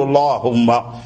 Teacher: فهذا تفخيم اللام، تفخيم اسم الجلالة بعد الفتحة أو الضم